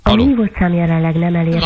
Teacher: De kicsit ilyen nazális, ilyen orrhangon mondja